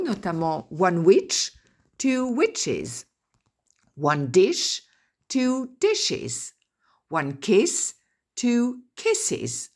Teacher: Donc, on dit one brush et on rajoute ES qui se prononce is